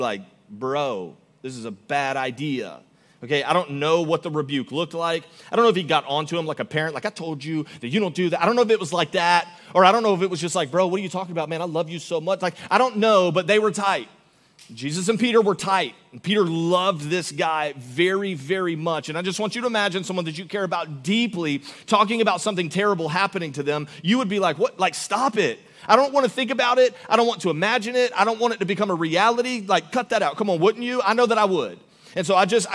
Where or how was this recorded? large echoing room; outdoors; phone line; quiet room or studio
large echoing room